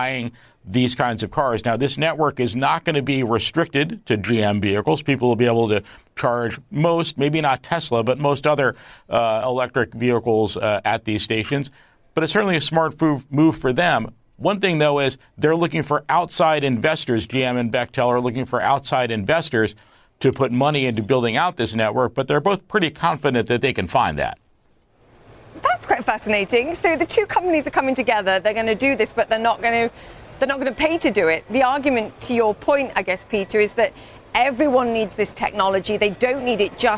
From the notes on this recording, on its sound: Live at the New York Stock Exchange.